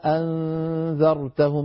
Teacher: يدخل ألفا بين الهمزتين ويحقق الثانية